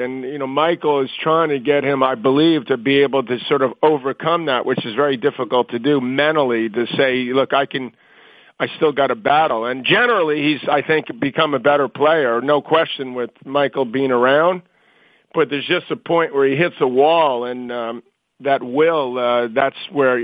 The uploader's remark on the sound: Wimbledon Conference Call.